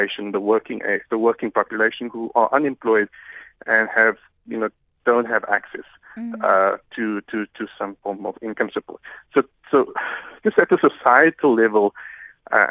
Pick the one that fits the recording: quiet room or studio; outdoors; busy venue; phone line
phone line